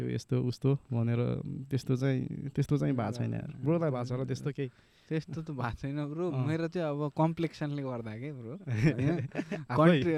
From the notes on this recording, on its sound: This is the first episode of the podcast where we shot outdoors